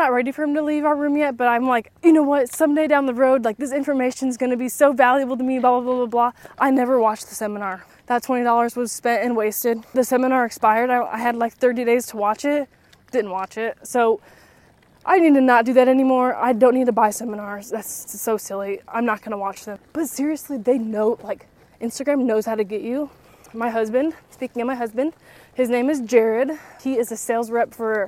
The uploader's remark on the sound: Come stroll with me as I walk and talk